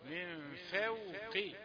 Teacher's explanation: فوق الفاء مرققة والواو مرققة والقاف مفخمة في آخر درجات التفخيم